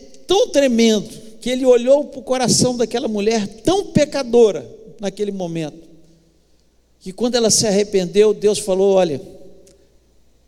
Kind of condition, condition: setting, large echoing room